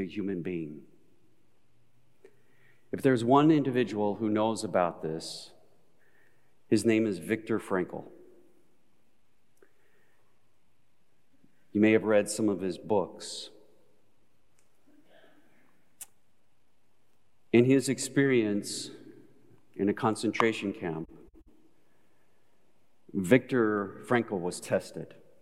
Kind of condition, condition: setting, large echoing room